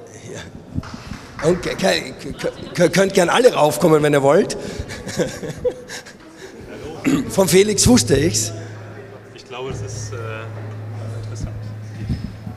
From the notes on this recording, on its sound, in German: Ersten Live-Aufnahme von Business unplugged, die ich im Rahmen des Waterkant Festivals.